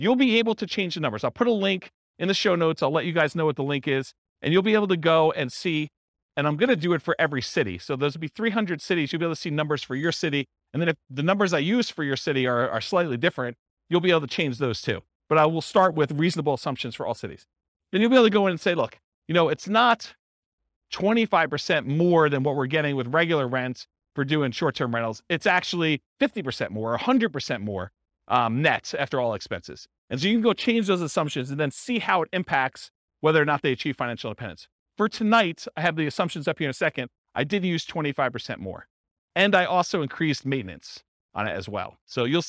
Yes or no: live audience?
yes